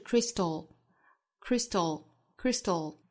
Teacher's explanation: 舌尖抵住上齿龈之后舌头两侧爆破送气这是舌爆音的发音方法